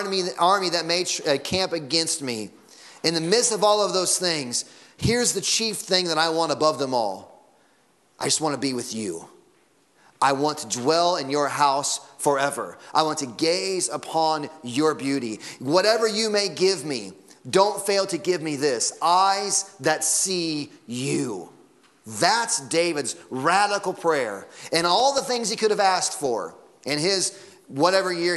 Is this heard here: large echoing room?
yes